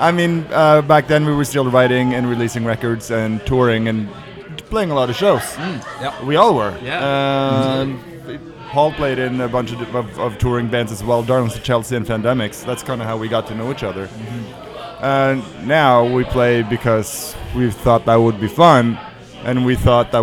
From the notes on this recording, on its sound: Broadcast live from the Jane Bond in Uptown Waterloo.